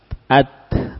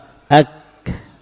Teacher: Munculnya nanti kalau sudah kita selesaikan, at, baru muncul nafas.